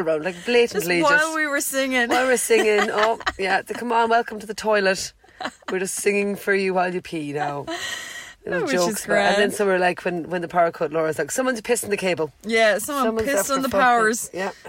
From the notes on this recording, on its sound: We're live from the Bean Van at Cullenamore Beach, Co Sligo.